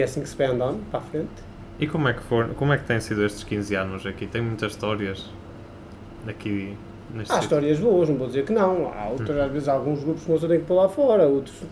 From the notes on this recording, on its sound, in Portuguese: Foi gravado uns minutos antes de começar o serviço do jantar, com o telefone do restaurante a tocar de cinco em cinco minutos. Um problema de produção levou a que os primeiros minutos se perdessem, irremediavelmente, o que justifica a sua curta duração.